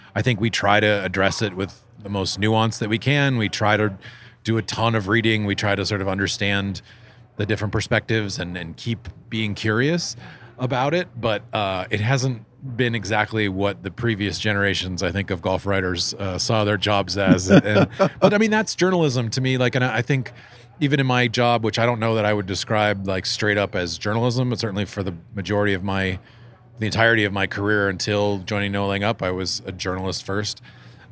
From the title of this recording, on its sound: Live From the U.S. Open